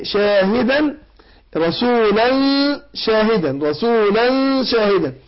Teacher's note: فبخفي نون التنوين عند الشين · Term: إخفاء